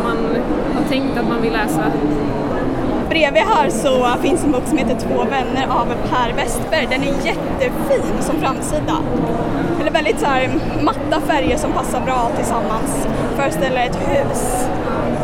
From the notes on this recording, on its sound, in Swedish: Bokmässan. I folkmyllret bland montrar och böcker där vi fångat röster från lässugna besökare, skribenter och arrangörer.